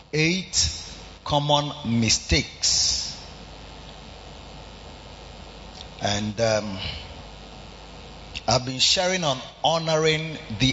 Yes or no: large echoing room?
yes